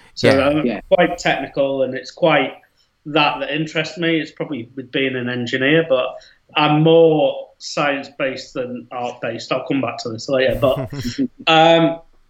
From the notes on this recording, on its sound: During the lockdown we are seeing here in the UK. Via skype.